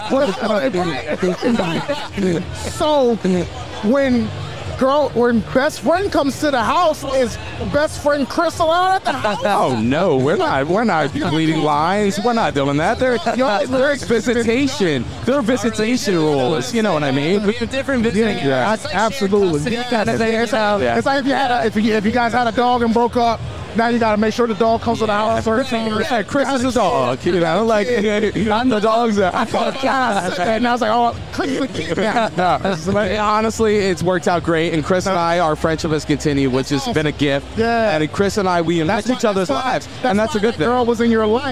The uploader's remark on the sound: on location talking with cool folks and drinking good beer at Log Jammin’ III hosted by Human Robot